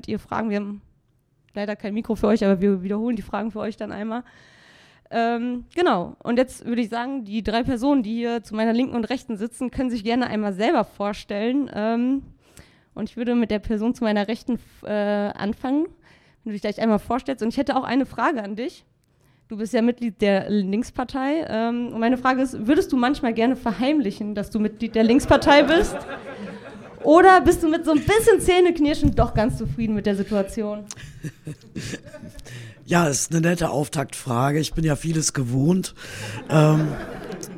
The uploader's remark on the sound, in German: Aufzeichnung der Podiumsdiskussion vom 10.03.2022 im Nordpol.